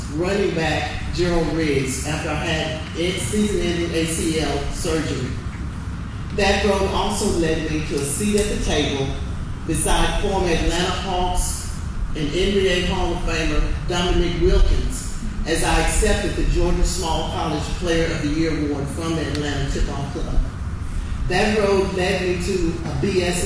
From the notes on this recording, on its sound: Live from the Limestone County Sports Hall of Fame induction ceremony